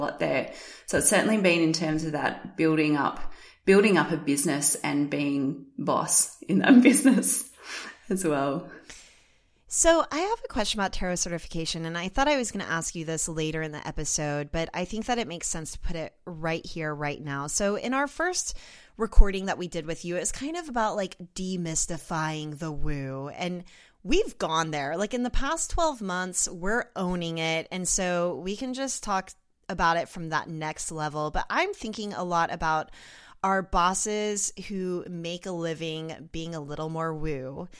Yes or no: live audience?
no